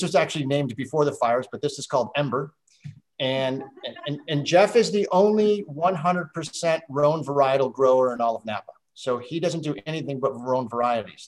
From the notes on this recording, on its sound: SIP Virtual Wine Tasting and Q&A.